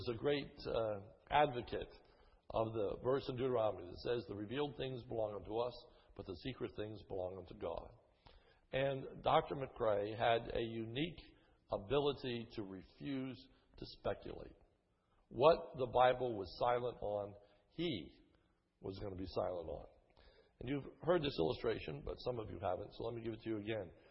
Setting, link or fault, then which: setting, large echoing room